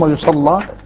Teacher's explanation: ورش من بينهم يغلظ اللام كما هو معلوم